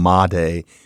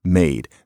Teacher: actually that final vowel dropped off · Shown in: second take · And so that's how you get from ma day to made.